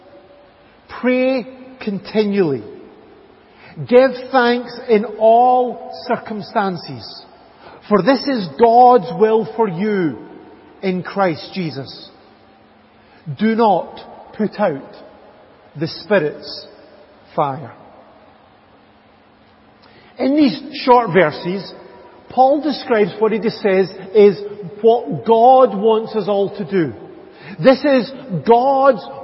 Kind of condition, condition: setting, large echoing room